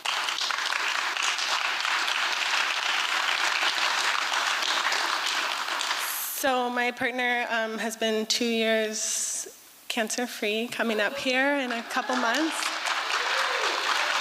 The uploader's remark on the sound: 2023 FPG-Liberty Theatre-Friday Night. Performance was recorded at the Liberty Theatre.